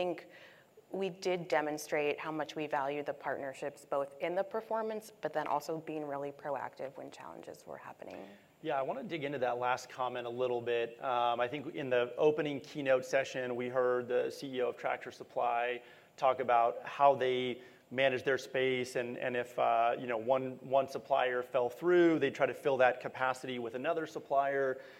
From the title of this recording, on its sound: NRF 2022 Panel Session